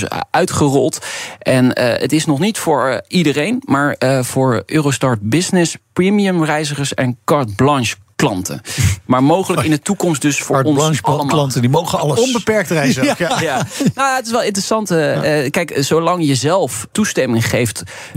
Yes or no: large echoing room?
no